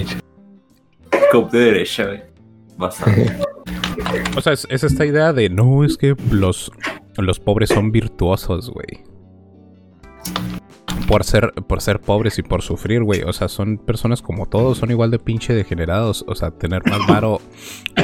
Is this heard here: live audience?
no